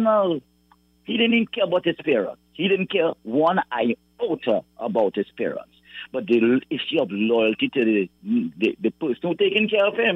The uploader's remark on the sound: During this hour we take calls from our audience